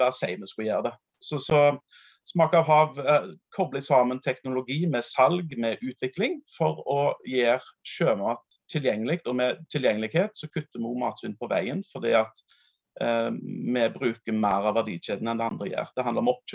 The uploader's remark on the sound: Live Zoom